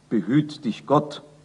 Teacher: in der das nachfolgende H sich zusammen mit dem vorausgegangenen B zu einem F wandelt. Unsere Konsonanten sind in der Aussprache mindestens so wandelbar wie die Vokale.